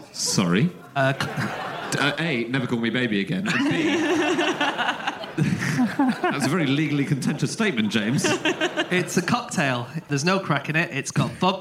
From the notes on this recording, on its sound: Live from Oxford